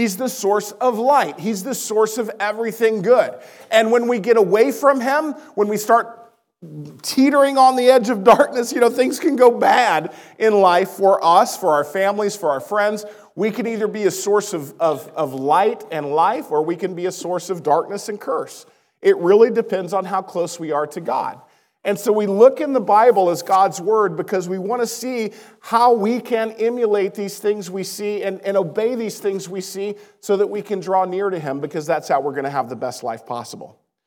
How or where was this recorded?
large echoing room